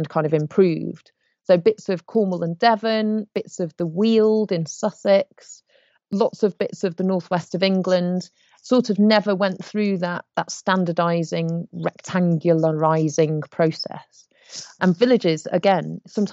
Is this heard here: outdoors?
no